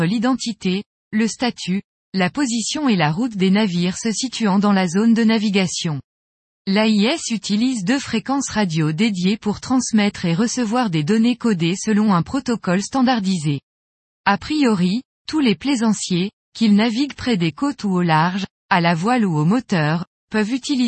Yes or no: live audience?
no